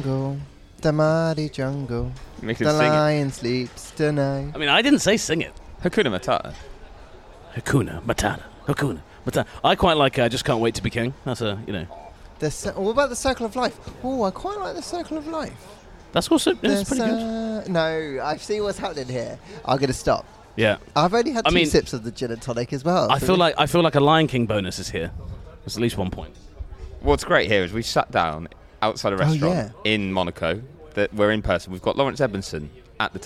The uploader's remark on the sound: Live in Monaco. An in-person episode in Monaco, that was recorded to the background of pizza and beer.